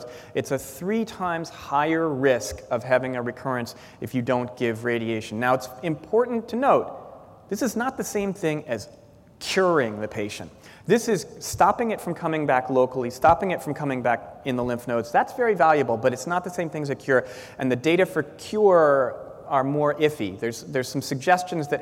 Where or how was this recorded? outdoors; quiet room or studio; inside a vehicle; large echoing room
large echoing room